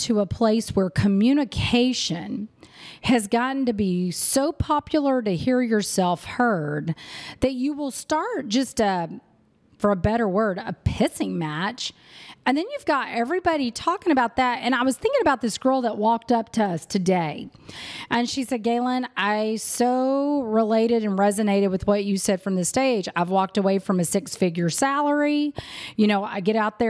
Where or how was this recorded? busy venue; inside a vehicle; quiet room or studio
busy venue